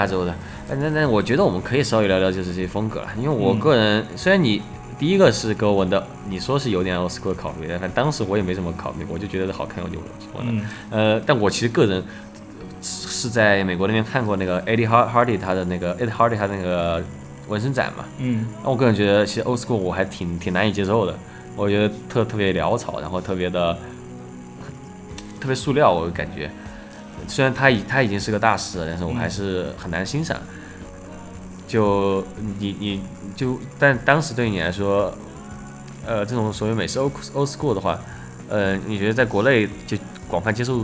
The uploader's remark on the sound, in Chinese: 这是一期边纹身边录制的节目